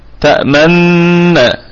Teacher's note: ستجد أني ضميت الشفتين في النون لكن دون أن آتي بالضمة في الحرف نفسه